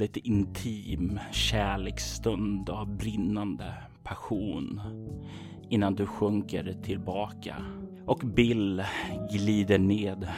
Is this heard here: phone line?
no